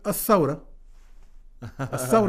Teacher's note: ينطق الذال كما الزين وينطق الثاء كما السين